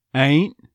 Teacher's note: Ain't, there's the A diphthong, first half of it getting neutralized to A. Ain't, the T very possibly getting dropped in that consonant cluster, especially because it's an NT